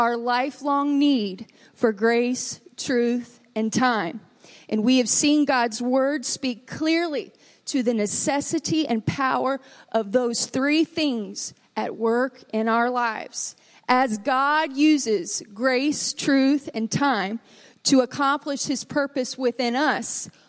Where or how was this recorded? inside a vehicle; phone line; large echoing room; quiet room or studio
large echoing room